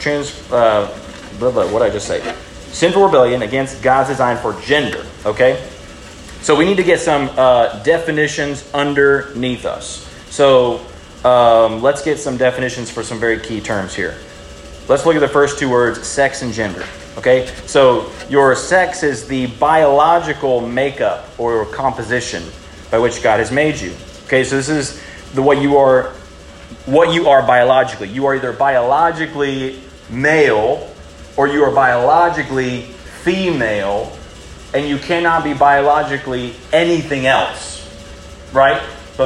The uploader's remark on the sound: The following audio is from a high school breakout session at the Student Collective Conference on May 6, 2023, given at The Heights Baptist Church.